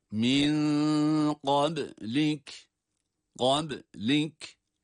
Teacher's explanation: ihfa sebebiyle nun gizleniyor. Fakat gizlenen nun ince olarak tutuluyor. Kalın değil. Kalın okunan gaf harfidir.